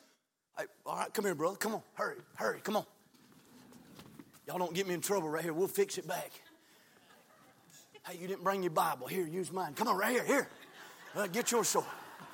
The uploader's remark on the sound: from the pulpit of Calvary Baptist Church